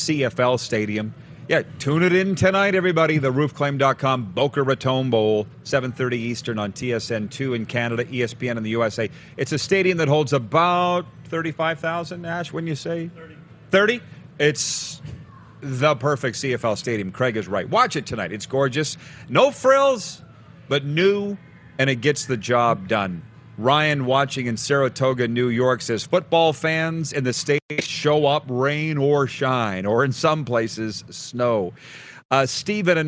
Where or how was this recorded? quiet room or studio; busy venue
busy venue